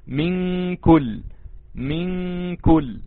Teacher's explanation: حرف الكاف غنيته اقرب للاظهار